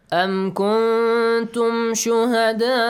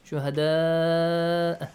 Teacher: You got to stretch the sound for six counts.